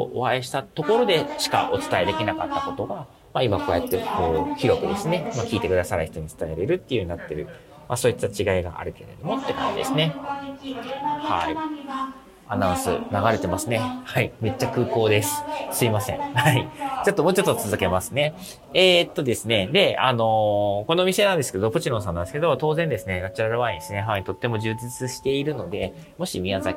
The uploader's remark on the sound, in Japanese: ちょっと音声処理がイマイチだったのでアップロードし直しています。出張帰りの空港で収録してお届けしています。